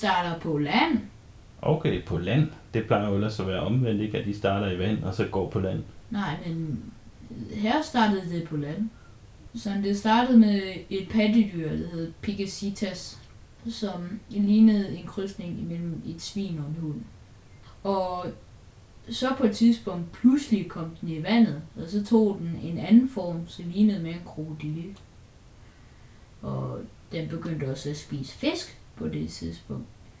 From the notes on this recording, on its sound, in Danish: Vi beklager i øvrigt den lidt forringede lyd!